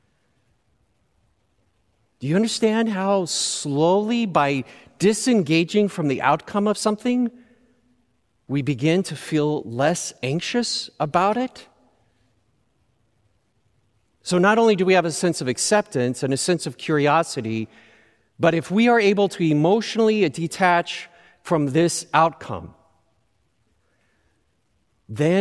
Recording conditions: large echoing room